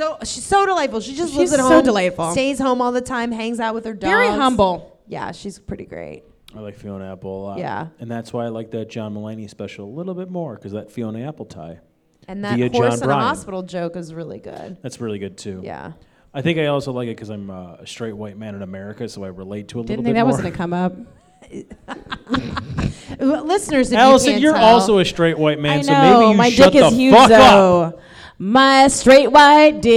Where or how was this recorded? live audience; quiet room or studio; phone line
live audience